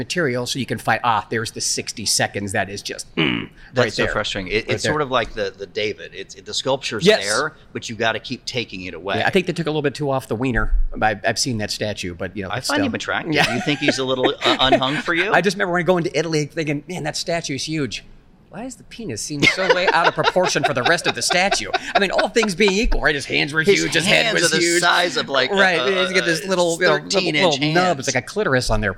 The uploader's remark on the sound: On the convention floor, amongst hundreds of vendors, broadcasters and podcasters